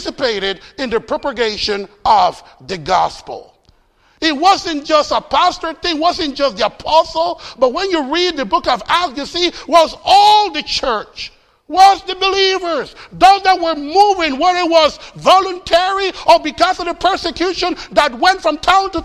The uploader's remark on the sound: Faith Baptist Church in Hamilton, NJ.